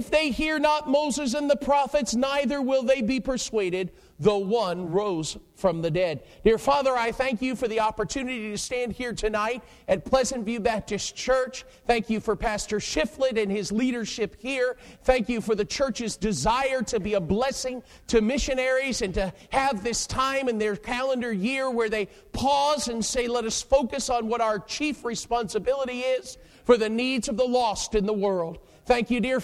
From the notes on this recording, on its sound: Preached at Pleasantview Baptist Church in Taylors, SC.